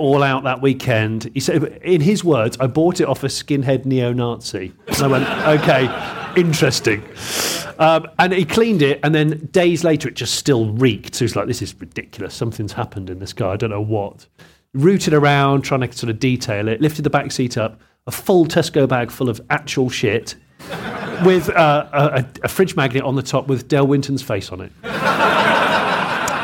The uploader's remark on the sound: Audience questions live from Coventry. In their second live recording at Stellantis HQ.